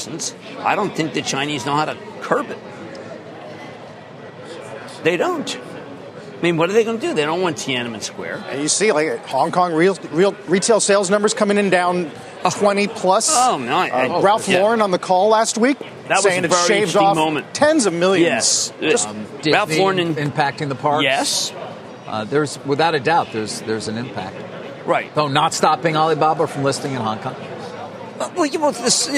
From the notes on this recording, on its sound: live to Hangzhou, China and Alibaba’s blowout Singles’ Day event